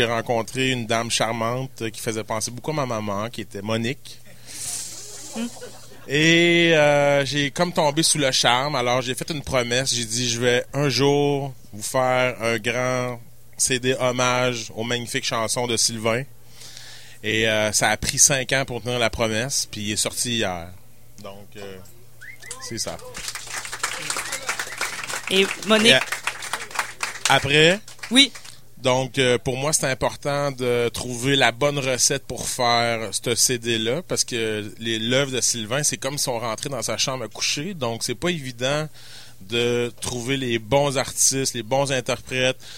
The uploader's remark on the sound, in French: Lors de l'émission Jamais comme tout le monde sur les ondes de CKRL 89,1, en direct du bar Le Sacrilège.